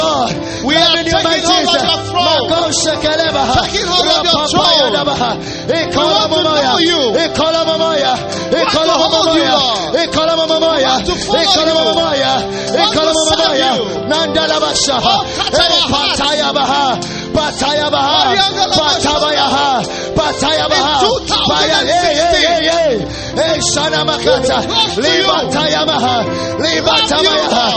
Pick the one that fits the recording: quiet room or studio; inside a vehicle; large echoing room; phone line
large echoing room